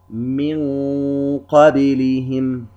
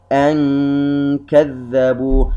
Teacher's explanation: ومثال آخر، من قبلهم نون ساكنة وبعدها حرف القاف، إذن إخفاء، وهذا من أدنى مراتب الإخفاء كما قلنا عند حرفي القاف والكاف لبعد مخرجهما عن مخرج النون الساكنة والتنوين، فيصبح أقرب إلى الإظهار، من قبلهم، ولا نقرأ من قبلهم لأن الإخفاء قليل نوعا ما عند القاف والكاف.